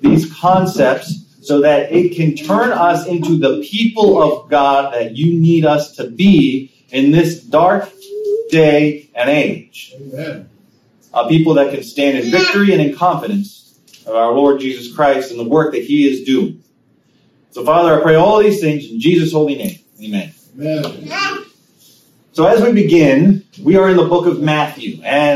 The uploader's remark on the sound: Sermon preached on January 8, 2023 at Living Water United Brethren in Christ Church in Winchester, VA